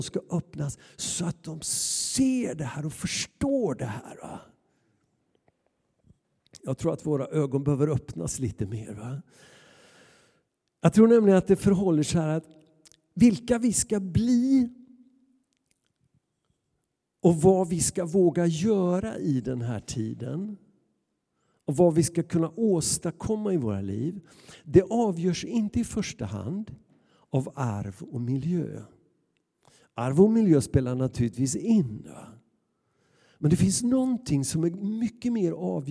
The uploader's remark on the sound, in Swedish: Inspelning från Immanuelskyrkan Skövde.